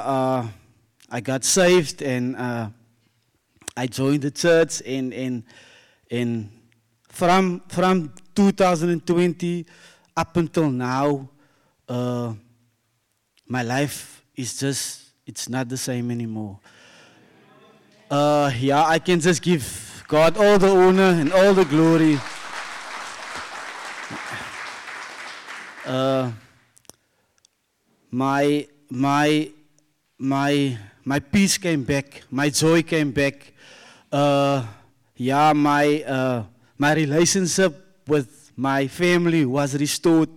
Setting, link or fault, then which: setting, live audience